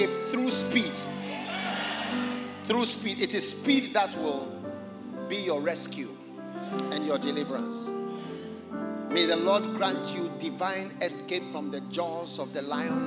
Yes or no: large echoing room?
yes